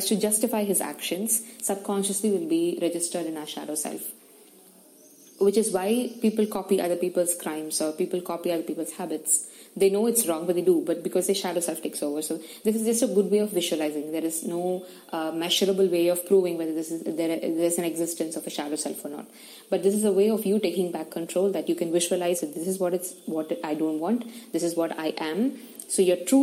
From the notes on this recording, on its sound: please excuse the background noise!!